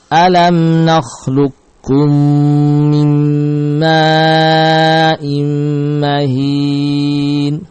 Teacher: semuanya adalah dengan membaca idgham qaf ke kaf dengan idgham al-kamil, idgham kamil. Jadi tidak ada bekas huruf qaf, zatnya dan juga sifatnya.